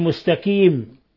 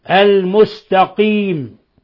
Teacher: قلب القاف كافا، لغة الفلاحين، فلاحين أهل فلسطين · Shown in: first take · مستكيم، هذه قراءة القرآن يجب أن يقوموا ألسنتهم، لا يقول مستكيم، المستقيم.